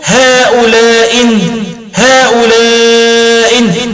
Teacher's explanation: بحذف الهمزة الأولى من الهمزتين المتفقتين في الحركة من كلمتين